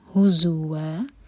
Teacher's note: آگے ہے حضوا، جب بھی زا آئے تو بزنگ ساؤنڈ کے ساتھ زا کو ادا کرنا ہے. حضوا، و دو حرکہ لمبا، مد عوض عن التنوین، فتح کی تنوین پر جب بھی ہم رکتے ہیں تو یہ ہوتا ہے مد عوض عن التنوین، اور دو حرکہ کھینچ کر پھر رکیں گے.